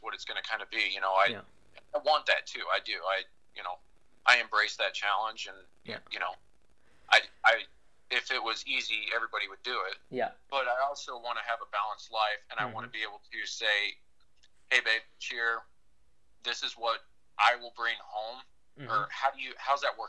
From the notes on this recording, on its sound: A former Marine, called in this week.